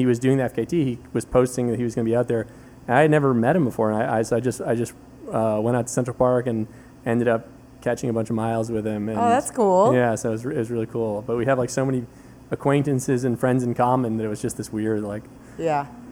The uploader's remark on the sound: This weeks podcast was recorded in As Is NYC - a bar in Hell's Kitchen.